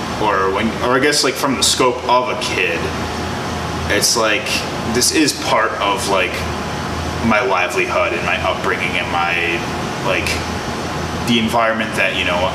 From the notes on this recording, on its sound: I apologize for the background noise!!!